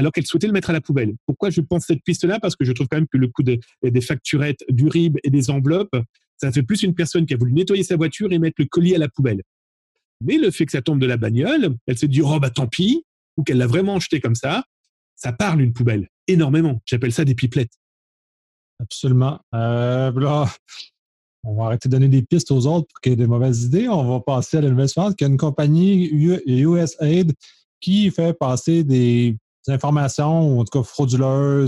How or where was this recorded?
video call